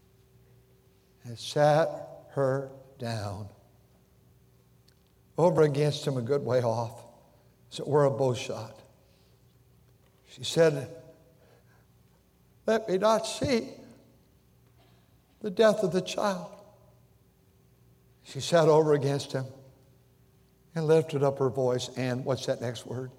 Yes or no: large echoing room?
yes